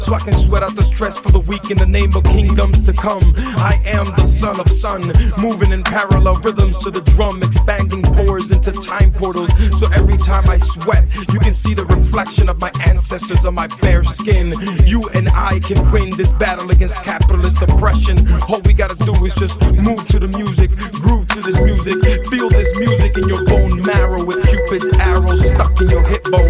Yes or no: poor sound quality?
no